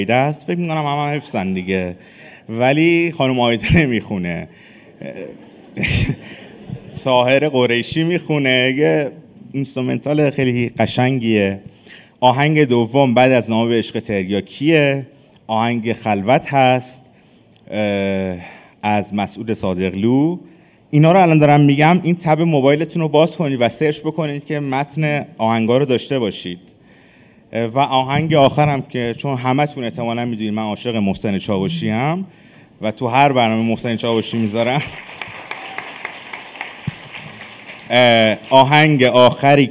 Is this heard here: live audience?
yes